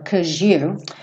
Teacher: Esse cause you poderia soar cause you. Às vezes esse cause seguido de you soa como um J.